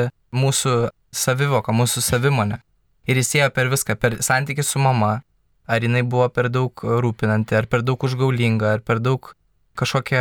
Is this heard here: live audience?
no